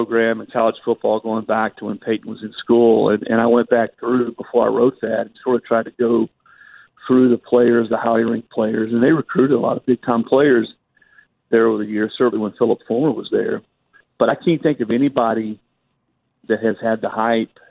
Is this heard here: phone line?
yes